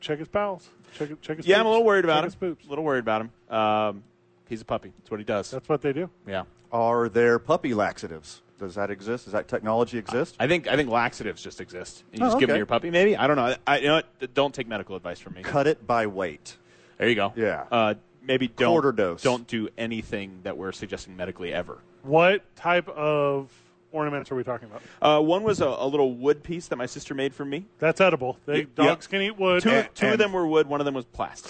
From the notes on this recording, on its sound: live from the ABQ DUKES Store!